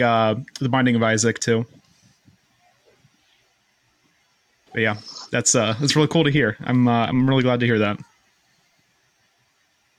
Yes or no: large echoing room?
no